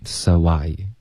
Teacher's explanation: so 跟 i 之间添加一个 w 音